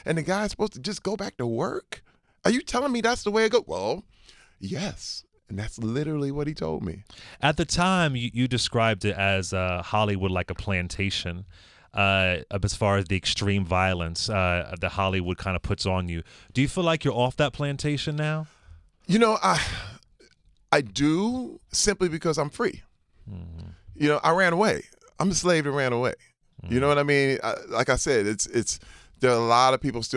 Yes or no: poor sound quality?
no